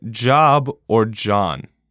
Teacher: It is composed of 2 consonants, dž, as in job or John.